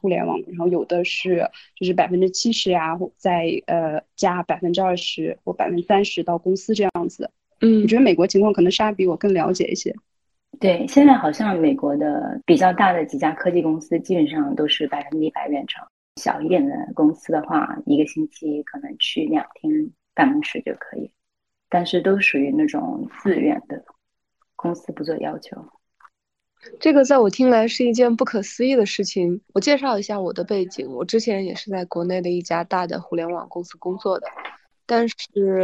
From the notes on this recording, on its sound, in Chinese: 因为需要远程录制，我们使用的是腾讯会议的录制功能。最后出来的录音效果不是很好，只能说我尽力了，实在抱歉。